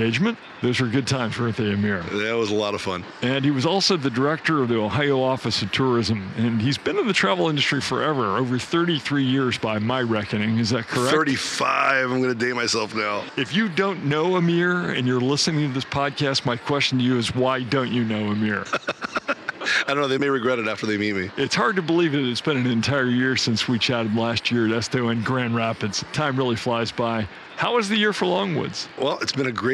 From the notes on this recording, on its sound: This episode is live from ESTO in Savannah, Georgia.